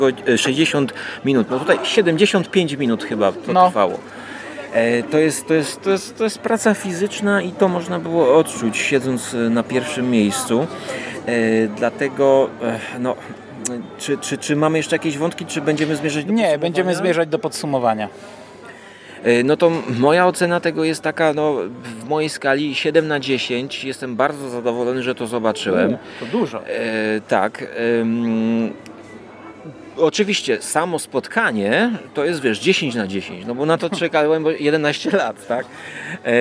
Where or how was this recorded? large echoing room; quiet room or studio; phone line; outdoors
outdoors